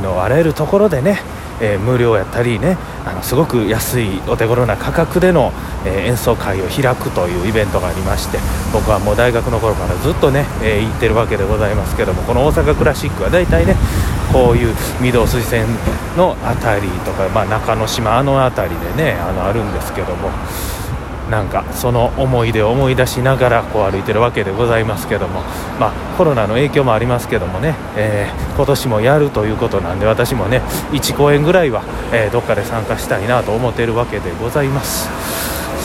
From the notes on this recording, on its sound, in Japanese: 長堀橋から難波に向かって歩きながらのおしゃべりです。